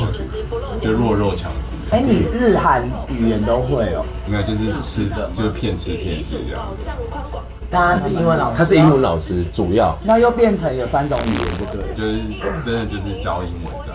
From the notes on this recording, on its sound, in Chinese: 颱風天2022泳渡日月潭。外景酒醉番外篇。